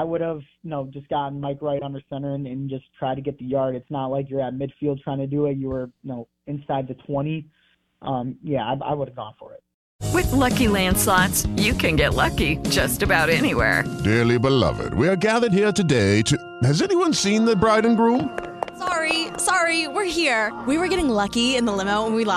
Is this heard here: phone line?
yes